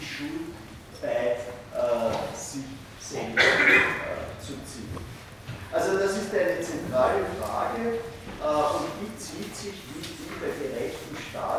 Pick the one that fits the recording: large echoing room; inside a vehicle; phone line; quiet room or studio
large echoing room